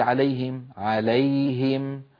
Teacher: الياء من وسط اللسان، الهاء من أقصى الحلق، أيضا إظهار